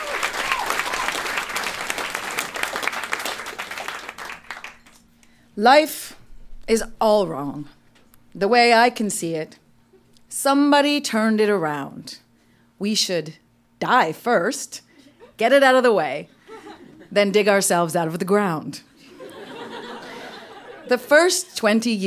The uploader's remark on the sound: Recorded live at The Mansion in Kingston.